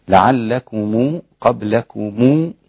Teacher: ضم ميم الجمع في قبلكم ولعلكم الإمام ابن كثير